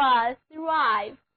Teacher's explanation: 字母组合 T-H 发作的轻咬舌音，单词就读作 thrive